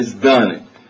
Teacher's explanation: هي بالأصل إزتان فقلبت التاء إلى دال وأصبحت إزدان